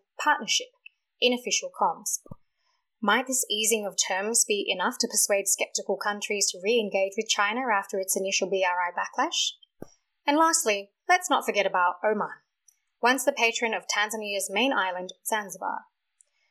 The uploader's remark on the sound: Apologies for the delay and the sound issues this week. The technical gods were not our friends.